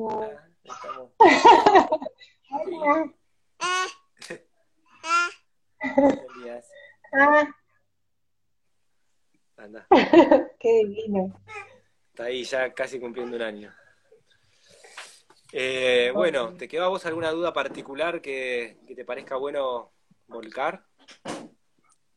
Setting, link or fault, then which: link, video call